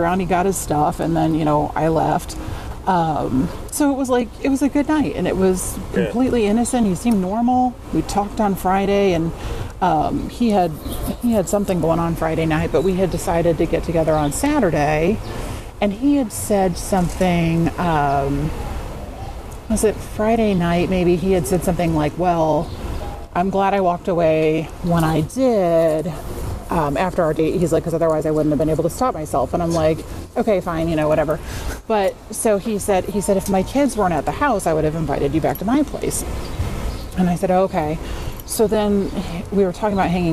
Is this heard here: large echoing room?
no